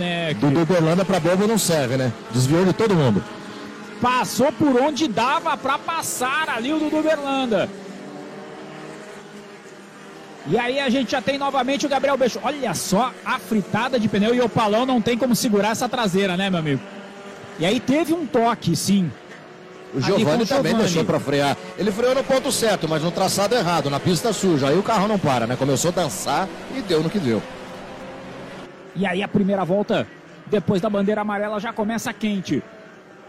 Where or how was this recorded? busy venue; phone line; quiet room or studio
busy venue